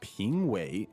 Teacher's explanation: So that's second tone and third tone, right?